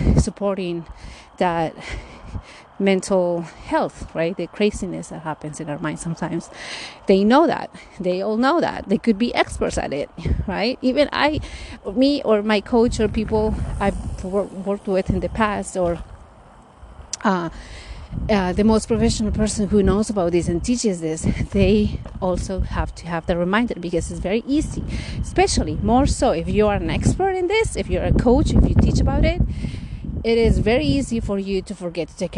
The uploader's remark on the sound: I recorded this episode in one of my morning walks. This episode will have some wind and background noise as it got a bit windy in some areas of my hike.